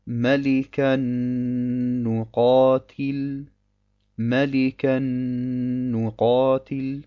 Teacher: Und wir verschmelzen das erste nun mit dem zweiten und sagen Malikan Nuqatil